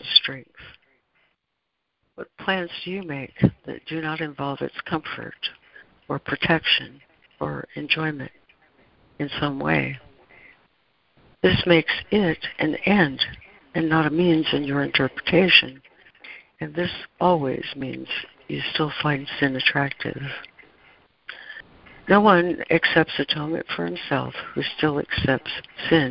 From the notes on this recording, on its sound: ACIM Daily Conference Call